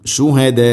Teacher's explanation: ഈ നീട്ടൽ മദ് മുത്തസിലാണ്, മുത്തസിൽ വാജിബാണ്. നാലോ അഞ്ചോ ഹർക്കത്തിൻ്റെ ഖദറിൽ നിർബന്ധമായിട്ടും നീട്ടണം